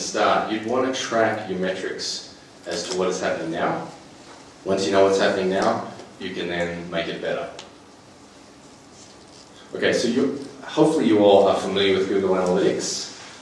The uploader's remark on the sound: In this podcast episode, I show a small snippet from a recent presentation I gave at a schools conference in Queensland.